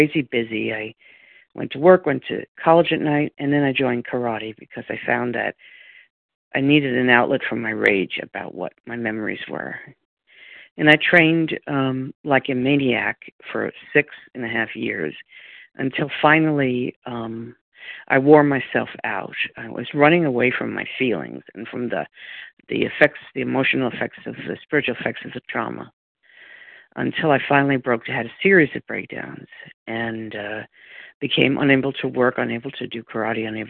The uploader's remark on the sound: From the 100 Pounders Phone Meeting on 12/10/20.